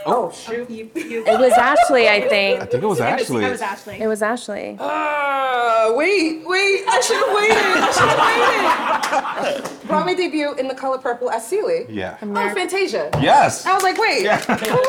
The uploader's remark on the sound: 2023 BroadwayCon Live Panel. Taped during a live panel at the 2023 BroadwayCon event on Friday, July 21.